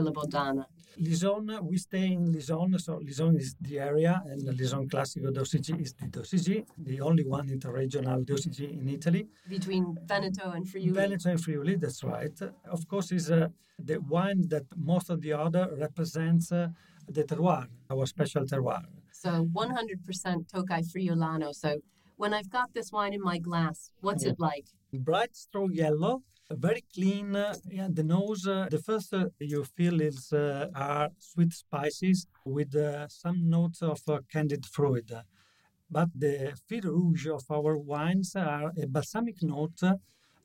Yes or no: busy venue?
yes